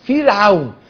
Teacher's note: فرعون اسم مرقق، والفاء حرف خفيف من حروف الهمس، والراء مرققة